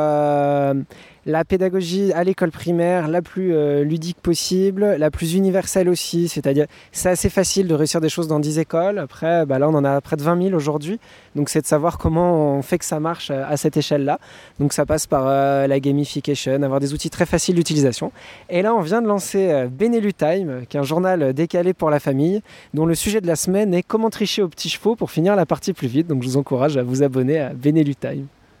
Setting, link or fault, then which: setting, outdoors